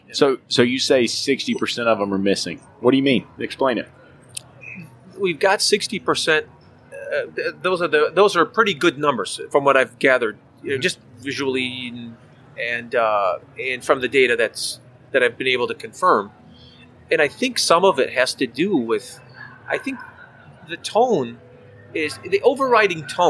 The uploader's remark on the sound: ASOG Podcast LIVE from AAPEX 2021